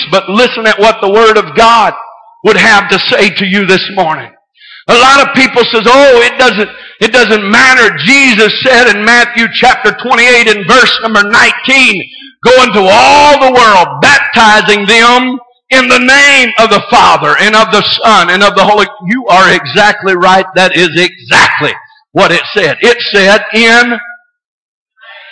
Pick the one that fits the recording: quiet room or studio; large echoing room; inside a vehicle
large echoing room